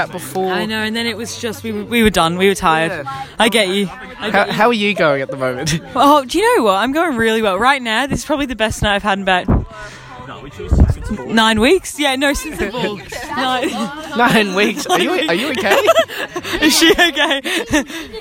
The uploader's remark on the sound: Camping edition. They record a random spontaneous tipsy podcast around the campfire.